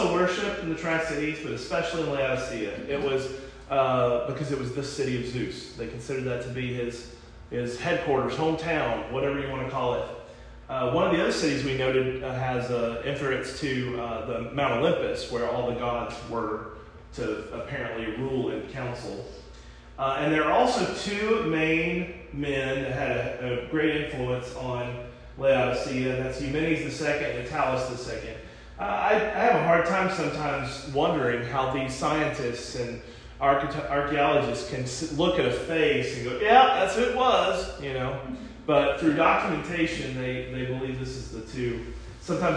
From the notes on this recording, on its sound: This podcast was recorded at the Summerdale Church of Christ.